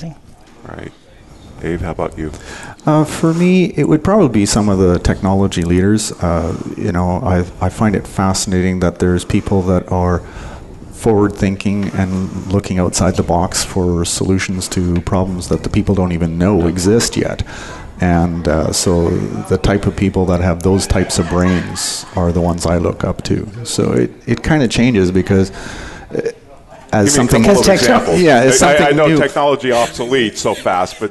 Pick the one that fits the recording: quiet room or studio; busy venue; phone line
busy venue